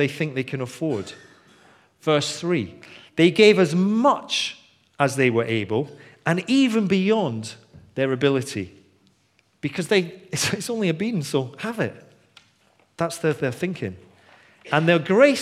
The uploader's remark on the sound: Recorded on 21st February 2016 at our Bournville gathering